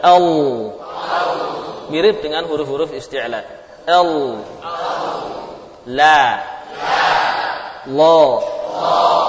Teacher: Bagian pangkal lidah menegang saat lam dibaca tebal. · Term: lam yang tebal